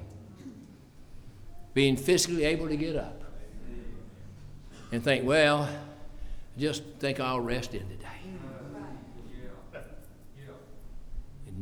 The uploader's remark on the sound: preached at the constitution service for Blooming Grove Primitive Baptist Church